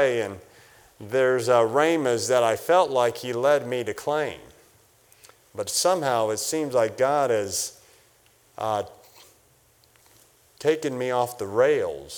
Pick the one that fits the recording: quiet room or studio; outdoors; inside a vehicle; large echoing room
large echoing room